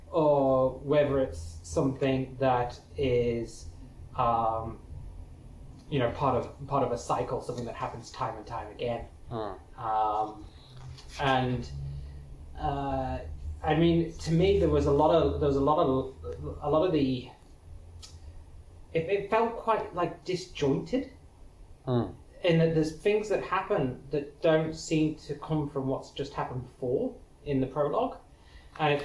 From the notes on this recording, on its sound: This episode was an experiment, the audio quality and post production improve dramatically over the following few episodes.